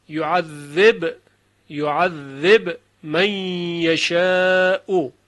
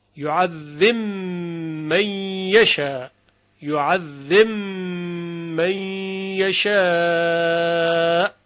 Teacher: در قرائت ابی عمرو بصری با در میم ادغام میشود · Shown in: second take · Term: ادغام با در میم